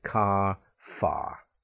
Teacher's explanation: Long vowel sound, but the R is silent. Car, far. So when we put the letter R before consonants, we have this R or O sound, okay?